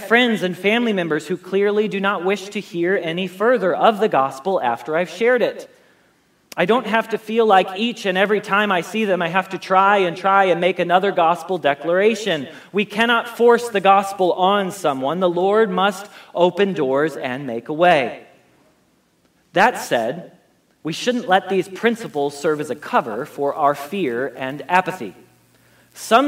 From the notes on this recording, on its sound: Message Preached at Valley Creek Church